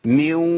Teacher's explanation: اقول ميو، انا بجيب واو ايه؟ واو بس فيها غنه، لان الصفه فضلت موجوده بتاعت الغنه بس مع الواو · Term: ادغام ناقص